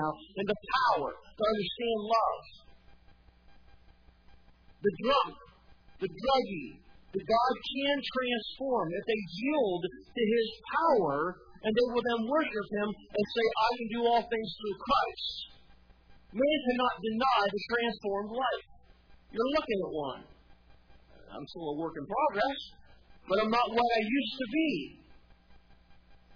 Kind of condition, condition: setting, large echoing room